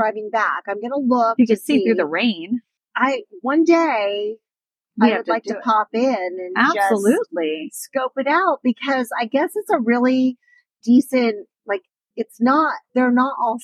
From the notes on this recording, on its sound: back in the car